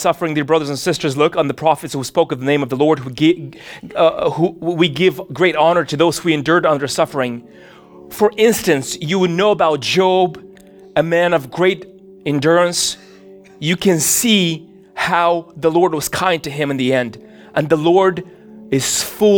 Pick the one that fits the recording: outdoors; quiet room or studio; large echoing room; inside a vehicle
large echoing room